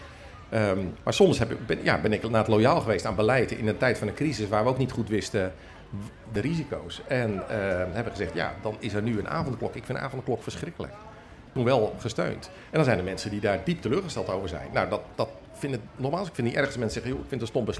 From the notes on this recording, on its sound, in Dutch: Speciale aflevering vanaf pinksterconferentie Opwekking. Live publiek.